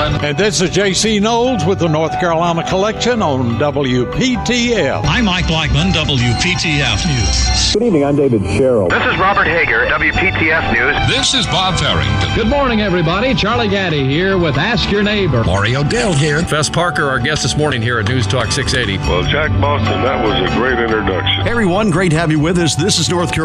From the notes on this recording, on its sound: broadcasting live from Logan's Trading Company